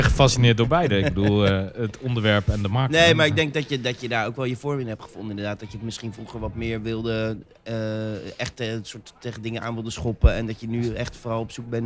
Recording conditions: busy venue